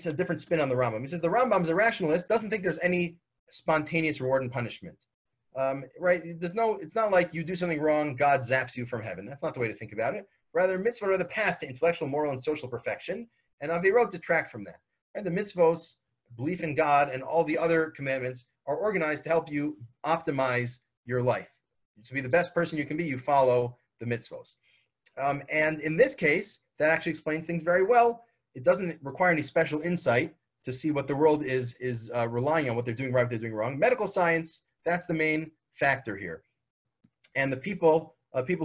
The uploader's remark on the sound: This audio was originally captured from Zoom.